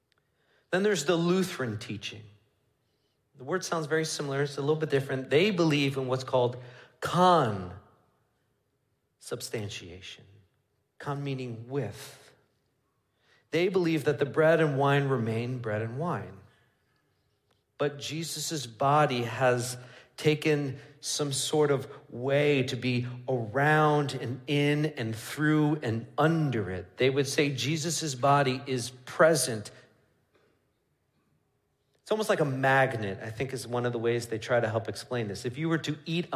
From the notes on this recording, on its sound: Midland Evangelical Free Church Sermon Audio